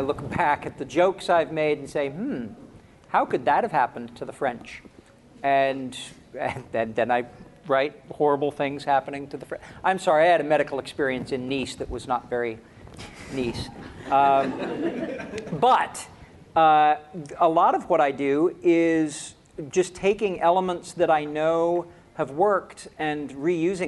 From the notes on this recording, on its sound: Episode from WorldCon 67. We take questions from the audience, and then answer them.